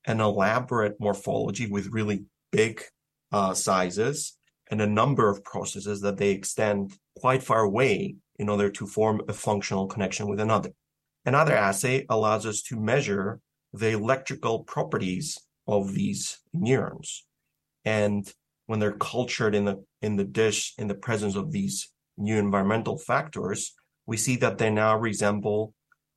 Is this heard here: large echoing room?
no